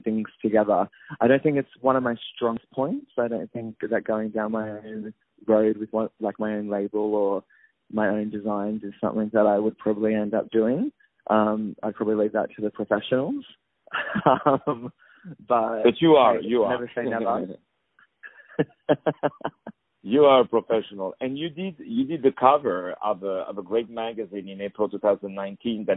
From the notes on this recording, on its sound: On the phone